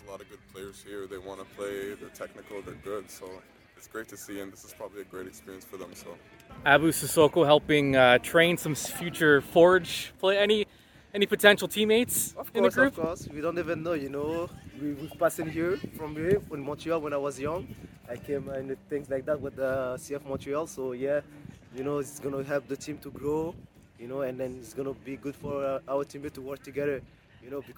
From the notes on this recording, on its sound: goes on location at the Forge FC Youth Soccer Skills Clinic at Tim Hortons Field in Hamilton